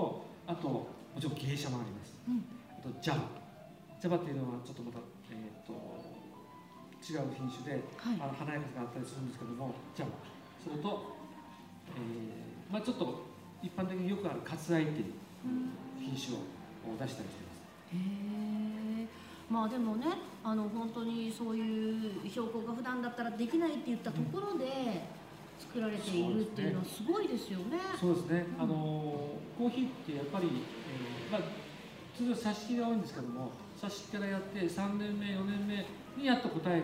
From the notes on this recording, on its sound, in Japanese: あだち珈琲の20周年を記念して大川店に出張収録！